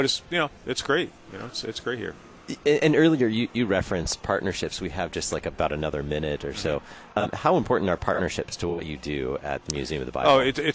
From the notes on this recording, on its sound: Live at LCMSYG: Museum of the Bible. Live at the LCMS Youth Gathering.